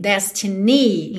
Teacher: Mas aqui, por conta da melodia, a gente tem Destiny. Então, ni acabou ficando mais, mais forte · Term: sílaba tônica